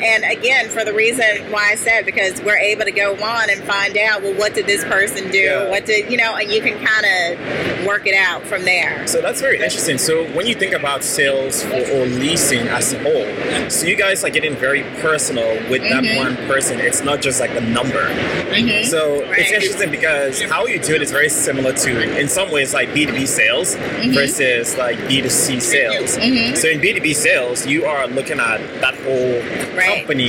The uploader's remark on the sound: LIVE AT NAA